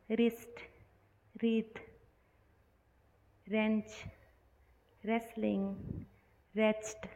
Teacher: डब्लू के बाद अगर आर आता है तो डब्लू का उच्चारण नहीं होगा · Term: साइलेंट लेटर डब्लू